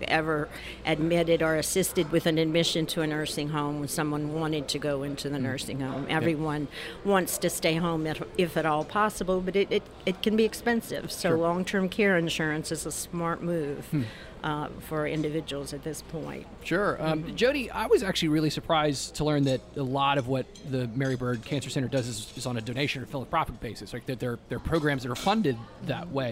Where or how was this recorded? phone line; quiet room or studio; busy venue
busy venue